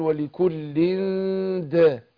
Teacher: يعني اقول ولكل دا، نعم، عندنا الاخفاء هنا، نعم، بنخفي نون التنوين عند الدال